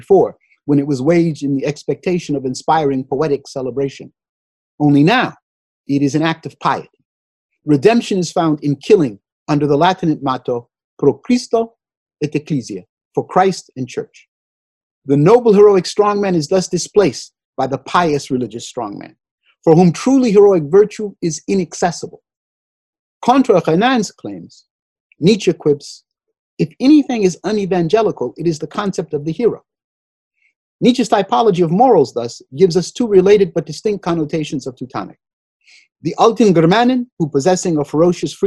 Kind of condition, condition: link, video call